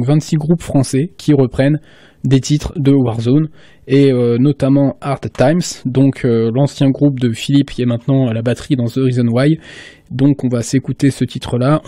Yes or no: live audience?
no